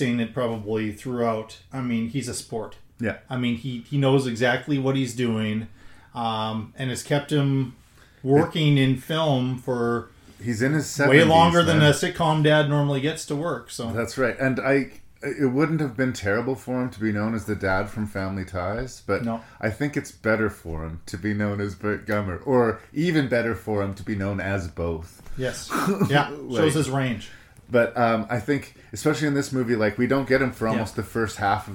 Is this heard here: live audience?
no